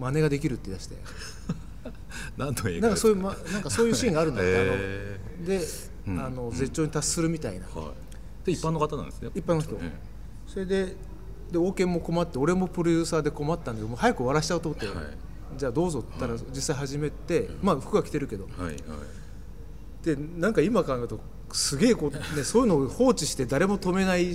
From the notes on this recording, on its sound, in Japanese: 収録場所：東京カルチャーカルチャー（渋谷）